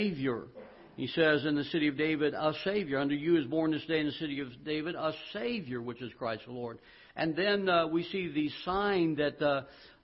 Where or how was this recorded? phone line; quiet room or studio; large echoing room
large echoing room